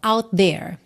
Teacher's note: Você junta num T só, out there.